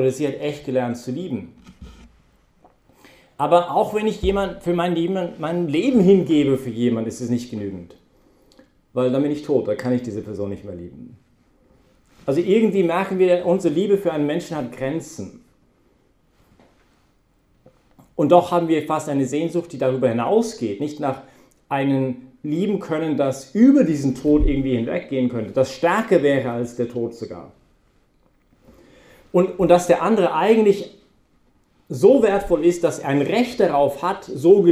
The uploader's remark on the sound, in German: Das war die Herausforderung, mit der wir uns heute bei der Predigt während der BeFree Messe auseinandergesetzt haben.